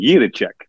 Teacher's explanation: Now, if you really want to say it like a Czech, okay, it would be Jiracek. Like you kind of roll that R a little bit.